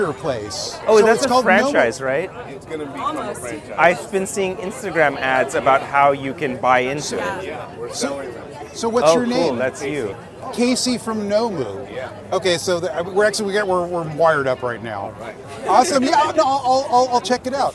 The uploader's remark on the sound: Vegan Hacks at the Vegan Street Fair. At the Vegan Street Fair in North Hollywood.